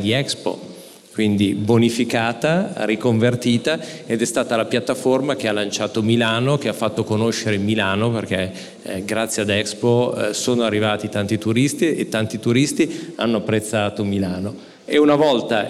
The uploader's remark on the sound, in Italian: abbiamo registrato live il 25 Ottobre a BASE